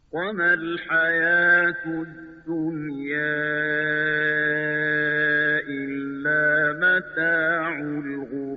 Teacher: مد منفصل الدنیا الا، این هم به طول خونده میشه